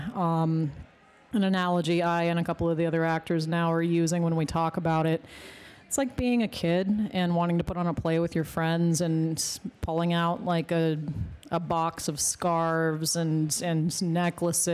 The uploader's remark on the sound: We were able to grab a few minutes at deadCenter Film Festival